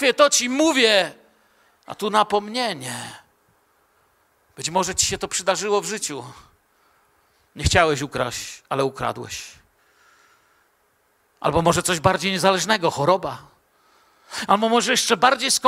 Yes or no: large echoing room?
yes